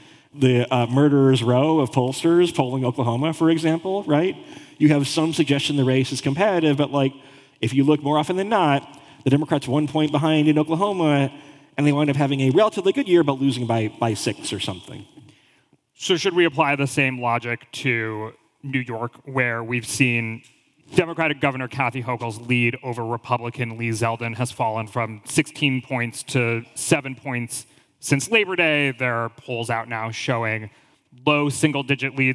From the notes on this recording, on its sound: In this live taping of Model Talk in Washington, D.C.